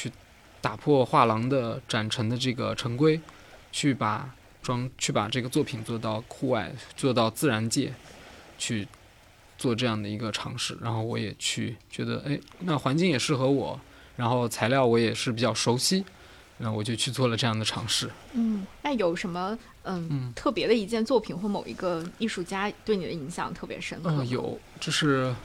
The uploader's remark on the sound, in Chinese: 夏日海边对话